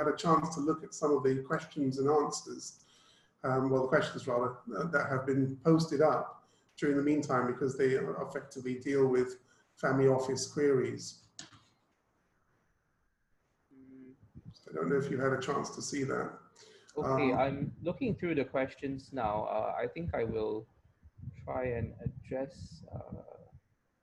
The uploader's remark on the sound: Webinar audio recording dated 26 Aug 2020